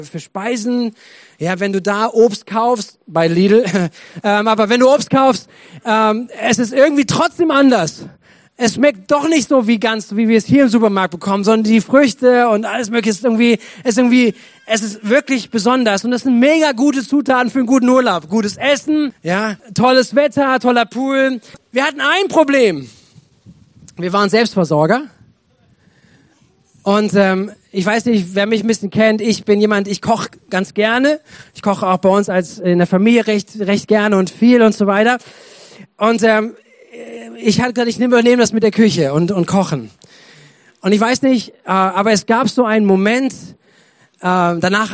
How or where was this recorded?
large echoing room